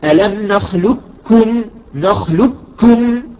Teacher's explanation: القاف تذهب كليا، تذهب هي الحرف والصفة، صفة القلقلة وصفة الاستعلاء تذهب، يبقى فقط الكاف · Term: الإدغام الكامل